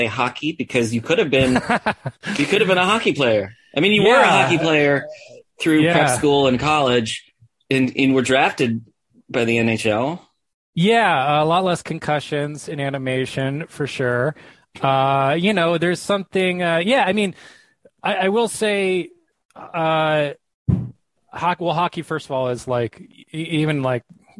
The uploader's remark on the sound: He joined me over Zoom